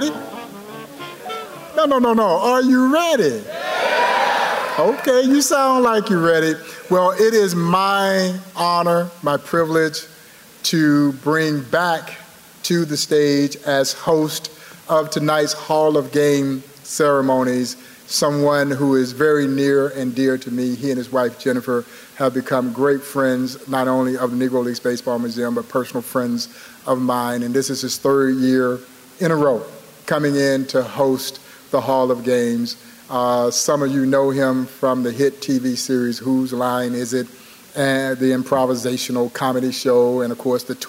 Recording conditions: busy venue